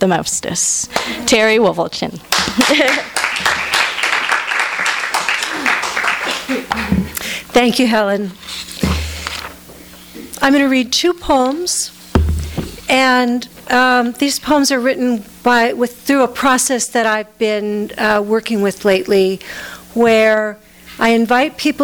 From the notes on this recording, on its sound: FREE READING FOR NATIONAL POETRY MONTH. THIS EVENT WAS RECORDED LIVE AT SKYLIGHT BOOKS.